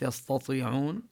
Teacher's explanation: نبين التاء مرققة مستفلة والطاء مفخمة